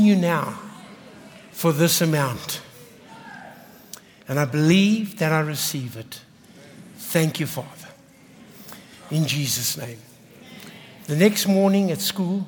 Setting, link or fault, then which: setting, large echoing room